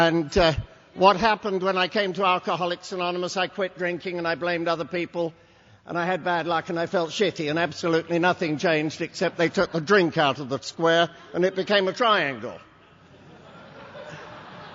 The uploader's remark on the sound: at the Thursday Night Speaker meeting in Las Vegas, this was recorded in August of 2006